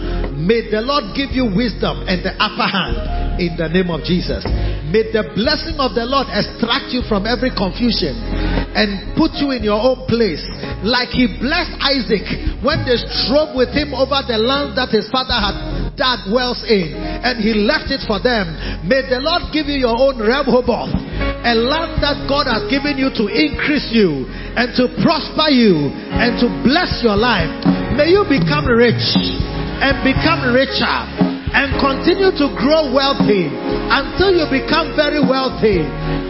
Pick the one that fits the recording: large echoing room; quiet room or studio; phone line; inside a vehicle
large echoing room